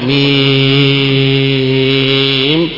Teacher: الميم وما بعدها بيمد مدا طويلا